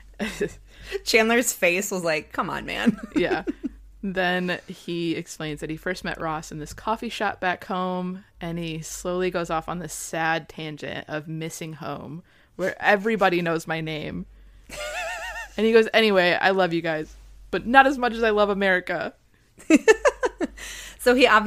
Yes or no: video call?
no